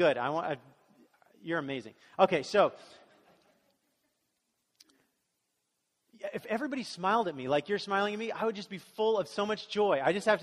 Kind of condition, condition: setting, large echoing room